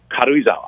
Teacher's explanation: The inflection really has a lot more movement than the American one.